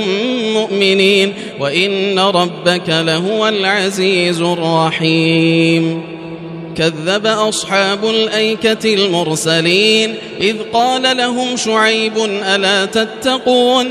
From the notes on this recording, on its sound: This is Live Recitation from Masjid ul-Haram in Al-Makkah Al-Mukarramah, 1440 H./2019 A.D. Special thanks to Haramain Recordings for this recitation.